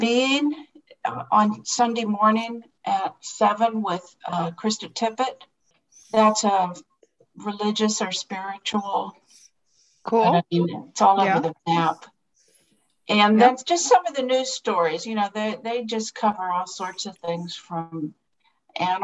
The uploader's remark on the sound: This is a brief recording of a zoom call brought to you by the Council of Citizens with Low Vision International.